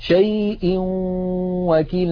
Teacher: ننتقل من همزة شيء إلى واو وكيل مع بقاء الغنة